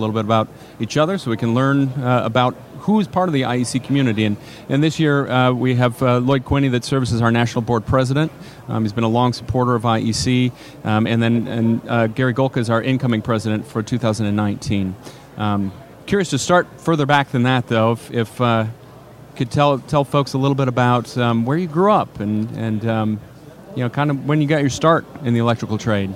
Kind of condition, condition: setting, busy venue